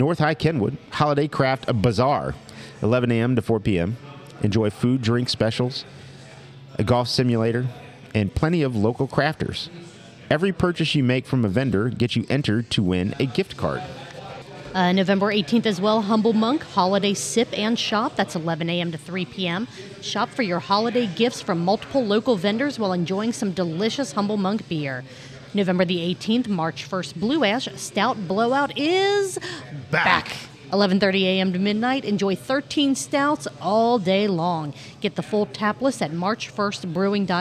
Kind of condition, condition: setting, busy venue